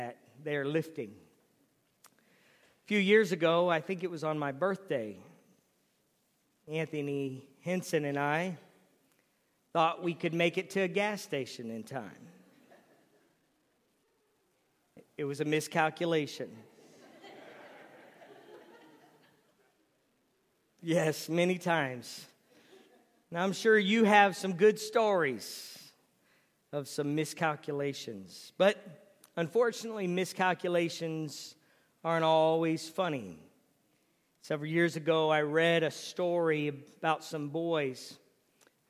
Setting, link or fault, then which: setting, large echoing room